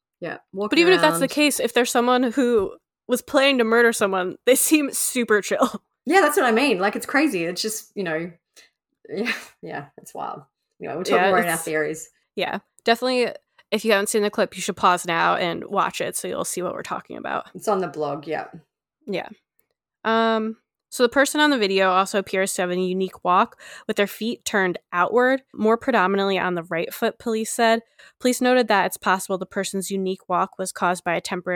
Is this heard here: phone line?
no